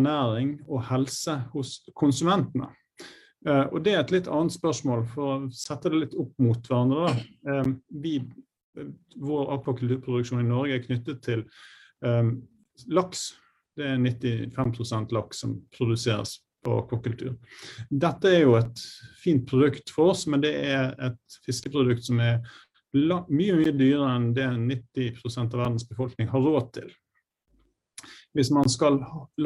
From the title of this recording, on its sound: Live Zoom